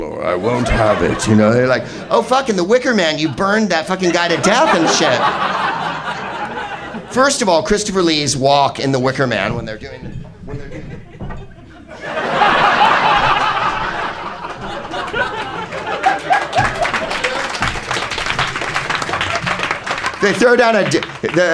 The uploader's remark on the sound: Live from the Soho Theatre in London